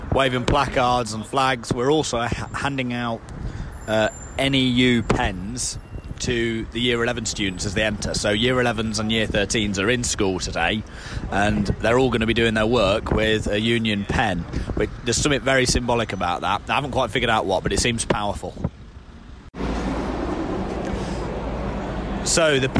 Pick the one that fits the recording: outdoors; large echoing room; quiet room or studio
outdoors